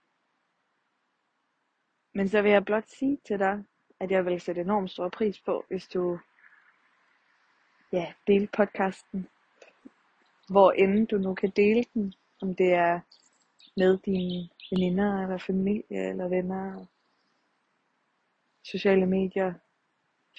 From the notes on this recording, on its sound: Walk & Talk. I dagens afsnit er jeg ude og gå en tur og tager jer med!